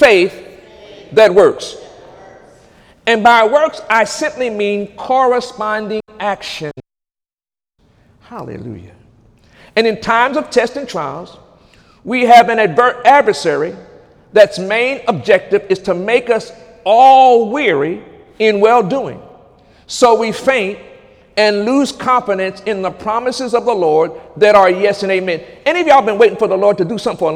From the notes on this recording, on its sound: During Sunday morning service